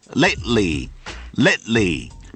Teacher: 在这个单词当中 T 几乎不发音了，千万不能读成 Lately. · Term: 失去了爆破